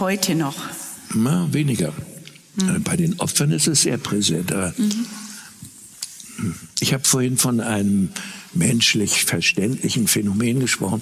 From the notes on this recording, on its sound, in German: Das haben wir in einer Ausgabe unserer Gesprächsreihe „Augsburger Allgemeine Live“ getan.